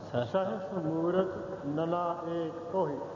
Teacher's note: ਇਹ ਵੀ ਸਹਿਸ ਮੂਰਤ ਨਨਾ ਏਕ ਤੋਹੀ ਇਸ ਤਰ੍ਹਾਂ, ਕਿਉਂਕਿ ਤੱਤੇ ਦੇ ਹੇਠਾਂ ਔਂਕੜ ਵੀ ਲੱਗਿਆ ਉੱਪਰ ਉਹਦੇ ਹੋੜਾ ਹੈ, ਇਸ ਕਰਕੇ ਵਿਚਾਲੜੀ ਆਵਾਜ਼ ਵਿੱਚ ਇਹਦਾ ਉਚਾਰਨ ਕਰਨਾ। ਨਾ ਤੋਹੀ ਕਹਿਣਾ ਨਾ ਤੁਹੀ ਕਹਿਣਾ ਹੈ, ਸੋ ਉਚਾਰਨ ਹੈ ਇਹ ਸਹਿਸ ਮੂਰਤ ਨਨਾ ਏਕ ਤੋਹੀ ਇਸ ਤਰ੍ਹਾਂ।